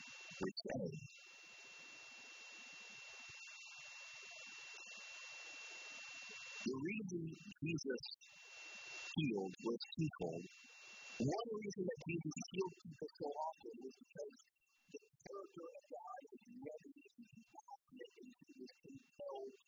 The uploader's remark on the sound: We apologize for the low sound quality, we had technical difficulties.